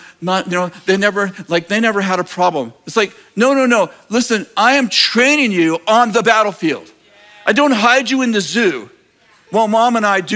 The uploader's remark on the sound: In this message from April 2nd, 2023 at Bethel Church in Redding CA